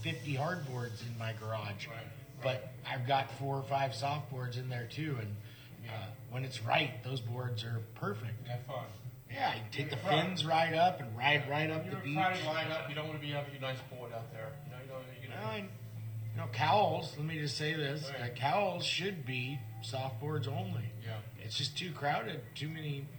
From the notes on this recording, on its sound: live from his surf show in Santa Cruz